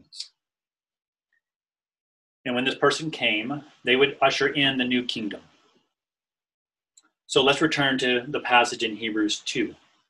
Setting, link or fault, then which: link, video call